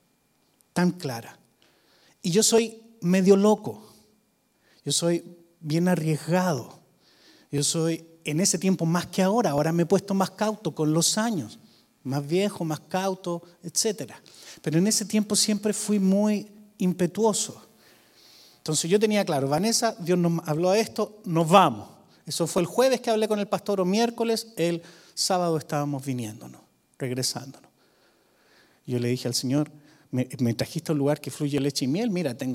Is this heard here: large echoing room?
yes